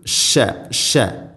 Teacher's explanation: തഫഷി എന്നുള്ളൊരു സിഫത്തുണ്ട്, പരത്തി ഉച്ചരിക്കണം.